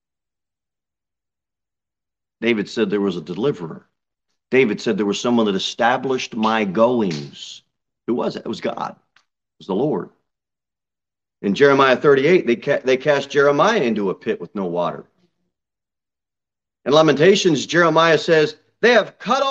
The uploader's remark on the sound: Sermon delivered at Pilgrim Baptist Church